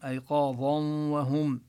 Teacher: نبين الضاء مفخمة حتى لا تشتبه بالذال، ليس أيقاظا وهم، أيقاظا وهم.